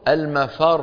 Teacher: راء مضمومة، لكن إذا وقفنا عليها يصير النطق المفر، وكأنه صار إيه؟ كأنه صار راء واحدة